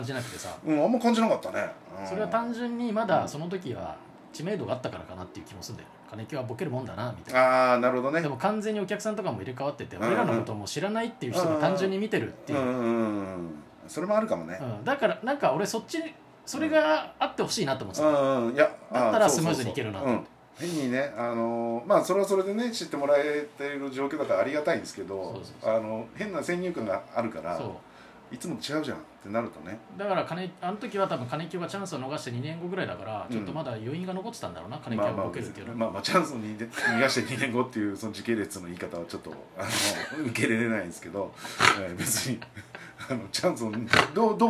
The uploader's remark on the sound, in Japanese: 多少ノイズが入ってます！